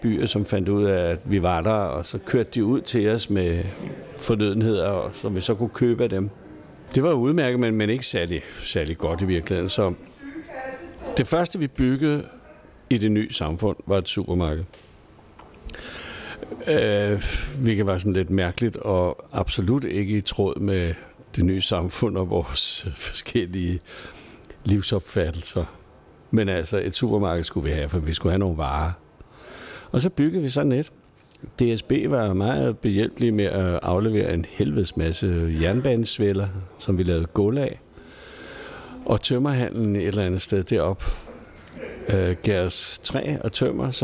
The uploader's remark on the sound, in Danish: Optaget på Fingerbøllet, Christianshavn.